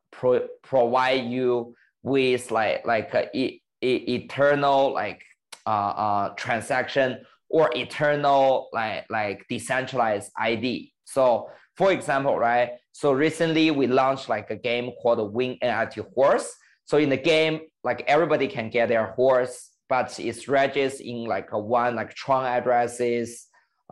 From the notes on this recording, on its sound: meet over zoom